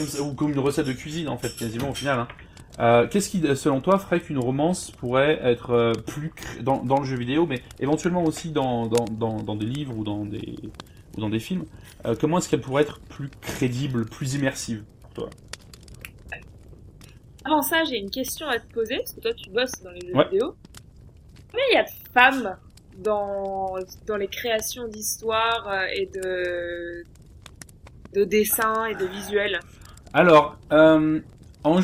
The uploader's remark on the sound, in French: La qualité du son sera peut-être inferieur a celle des épisodes précédents, toutes nos excuses pour la gêne occasionnée.